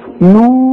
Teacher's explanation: المد النون مضمومة بعدها واو، تمدها حركتين لا تزود ولا تنقص · Term: المد الطبيعي